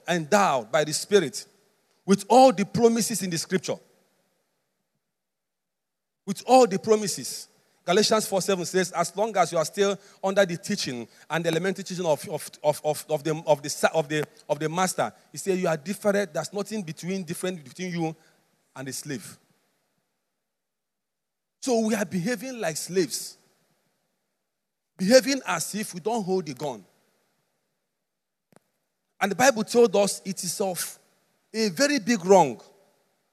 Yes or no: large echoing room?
yes